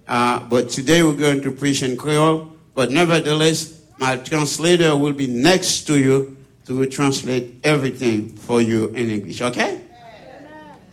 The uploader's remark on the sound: Sunday Service Live